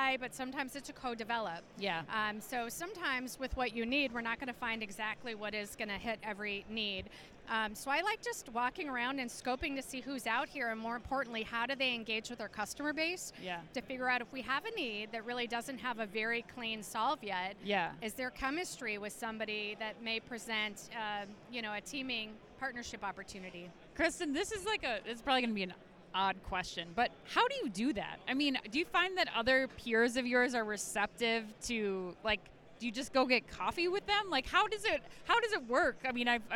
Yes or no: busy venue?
yes